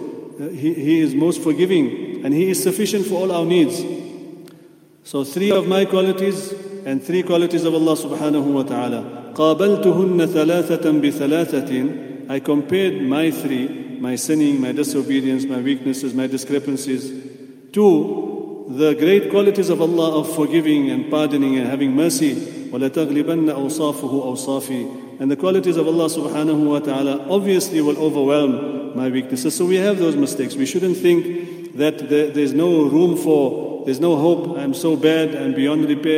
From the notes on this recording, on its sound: at the Houghton Masjid (West Street)